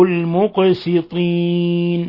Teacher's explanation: القاف تقلقل لأنها من حروف قطب جد، المقسطين، نلاحظ ضرورة ترقيق السين لأنه بعدها حرف إطباق وحرف